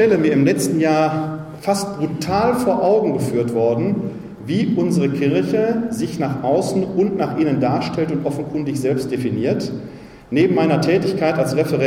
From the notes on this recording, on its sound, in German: Mitschnitt zur Veranstaltung „Laien – Säulen der Kirche!“. Im Pfarrzentrum von St.